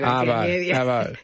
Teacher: That's the lack of R in Arvo.